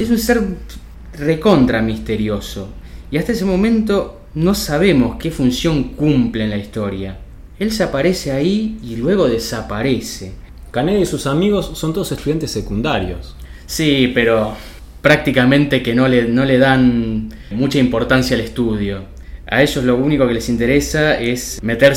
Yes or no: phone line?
no